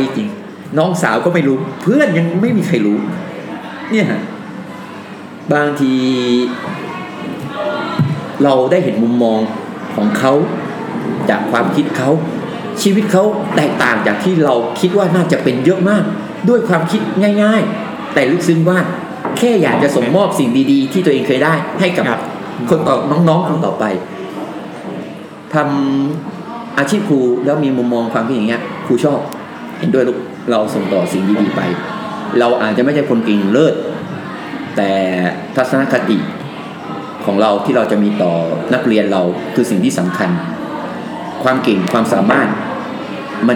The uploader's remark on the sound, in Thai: ตอนบันทึกฝนตกหนัก อาจได้ินเสียงฝนหนักหน่อยนะครับ.